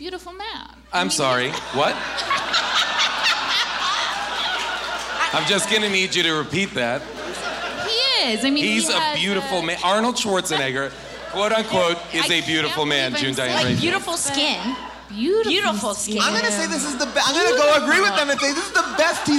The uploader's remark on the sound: Recorded LIVE from Irving Plaza in New York